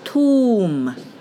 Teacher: 但是 b 不发音，m 直接发 m